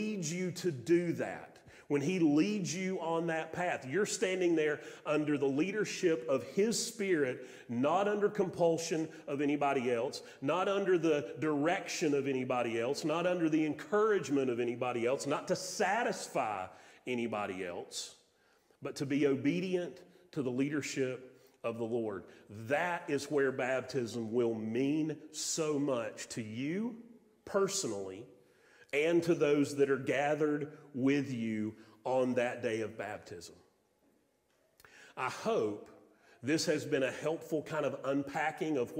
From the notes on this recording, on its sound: Sermon audio from Mission Church in Locust, NC.